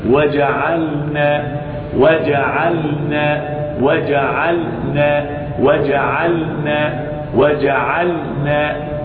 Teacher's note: اللام ليست من هنا، اللام من الحافة اليمنى، وجعلنا النون تحتها مباشرة، والنون من طرفه تحت جعلوا، أي تحت مخرج اللام النون، لذلك ينبه وجعلنا وجعلنا حركة سريعة، تنطق اللام ساكنة ثم تذهب إلى النون